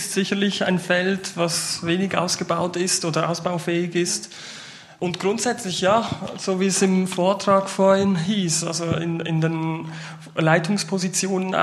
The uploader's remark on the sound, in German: öffentlichen Podiumsdiskussion